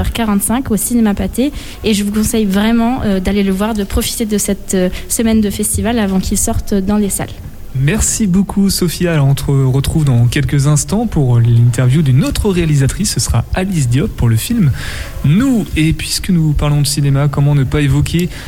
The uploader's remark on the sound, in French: Emission exceptionnelle de Topette en direct du Centre des Congrès ! A l'occasion de la 34ème édition du festival Premiers Plans.